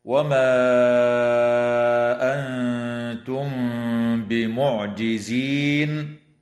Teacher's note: في قوله تعالى: وما أنتم، يمد بمقدار 4 أو 5 حركات، وتخفى النون الساكنة عند التاء في كلمة أنتم مع الغنة مرققة، وكذا تخفى الميم الساكنة عند الباء في قوله تعالى: أنتم